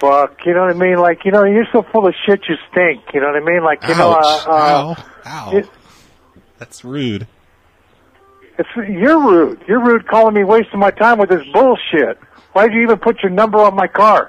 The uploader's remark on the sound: Prank Phone Calls Collection.